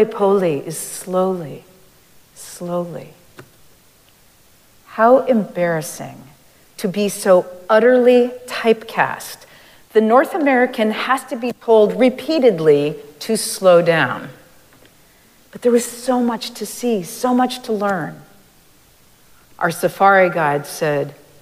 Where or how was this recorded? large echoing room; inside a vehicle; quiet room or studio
large echoing room